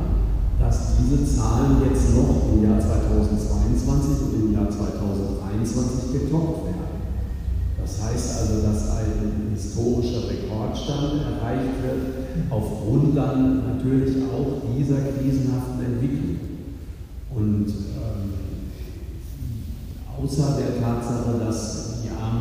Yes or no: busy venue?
yes